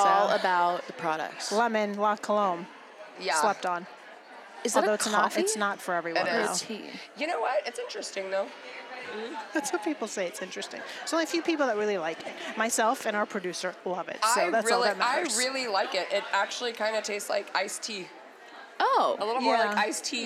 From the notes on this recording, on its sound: Sit down live from YWLS.